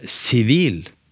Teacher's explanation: sier f.eks. ordet sivil, så har jeg trykk på siste stavelse